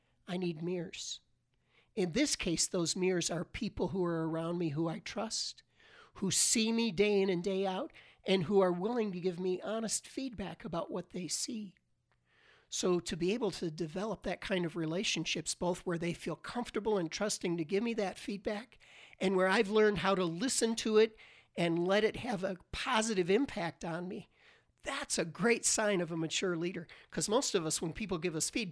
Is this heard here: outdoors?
no